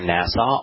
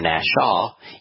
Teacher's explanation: You see, in the original language that Yahweh used to etch these instructions in stone, the Shemek and the Shin were separate letters, and yet the Masoretes decided to make two letters out of the Shin, making one a standard S sound that is equivalent to the Shemek today, and the other being an SH sound by a diacritical mark over the left or right upright of a letter that looks very similar to an English W.